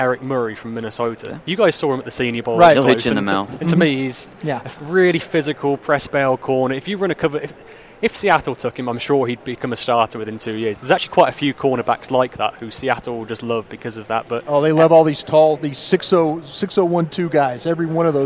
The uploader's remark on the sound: LIVE From 2016 NFL Combine